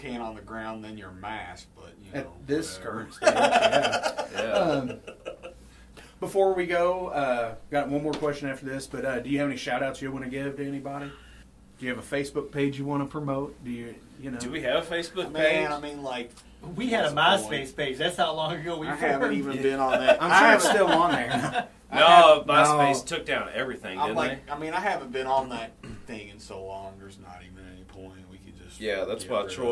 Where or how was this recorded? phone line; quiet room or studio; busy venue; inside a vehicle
busy venue